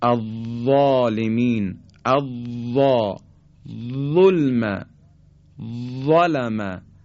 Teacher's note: حرف وا به جهت اینکه سطح زبان ما به طرف کام بالا نزدیک میشه و پرحجم تلفظ میشه از ذال پرحجم تره